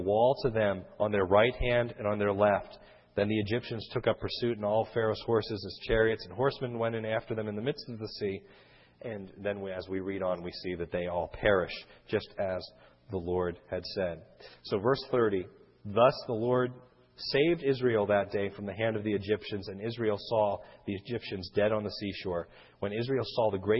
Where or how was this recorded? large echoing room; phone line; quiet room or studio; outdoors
large echoing room